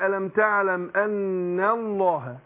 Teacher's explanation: أطلع من النون مرققة وأدخل على تفخيم لفظ الجلال، لام لفظ الجلال.